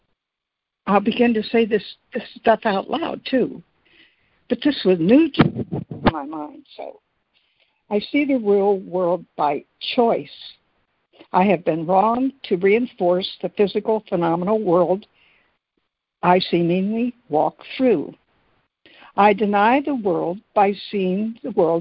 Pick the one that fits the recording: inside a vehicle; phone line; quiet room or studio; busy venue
phone line